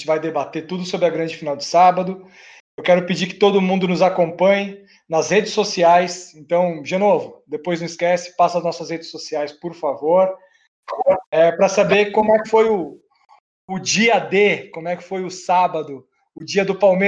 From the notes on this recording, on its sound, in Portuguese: Mais uma vez, tivemos alguns probleminhas técnicos com a captação de áudio.